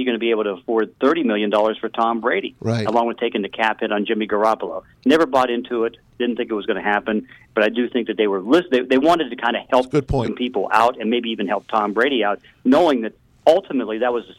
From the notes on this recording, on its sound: joined on the phone